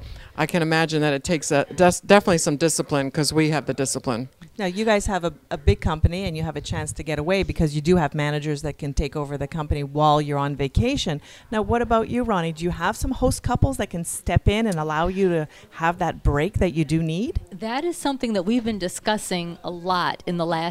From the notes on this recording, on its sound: on location at The Lux Social Club in Chicago